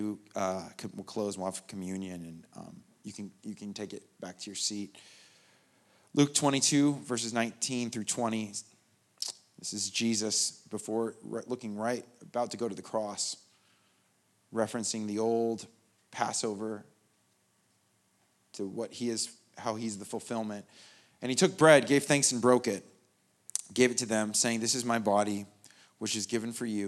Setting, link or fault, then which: setting, large echoing room